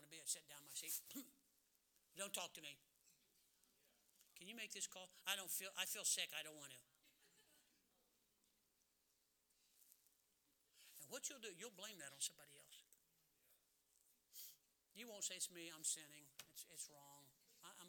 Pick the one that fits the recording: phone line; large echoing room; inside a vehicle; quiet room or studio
large echoing room